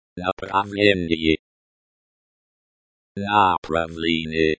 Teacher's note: The stress is on the third syllable.